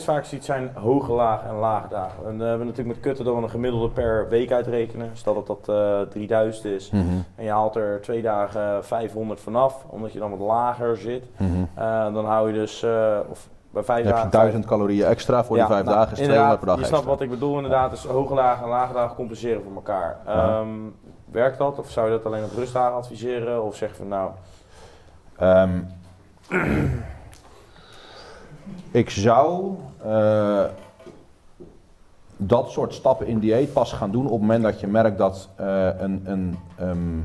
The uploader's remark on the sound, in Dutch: LIVE community Q&A. Tijdens de supporters Sportpoeder meeting.